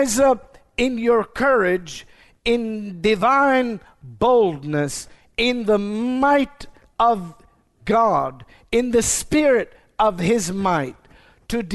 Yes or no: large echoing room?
yes